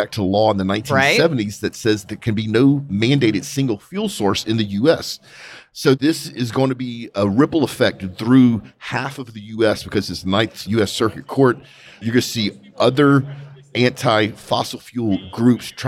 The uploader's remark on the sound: Live from the SPE Oil and Gas Symposium